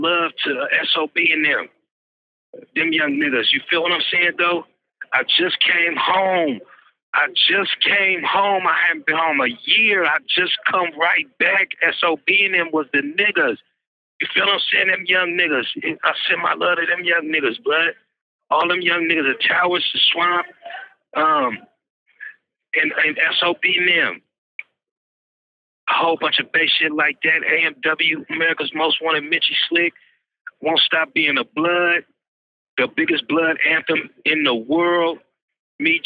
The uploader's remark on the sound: Exclusive interview via phone from jail.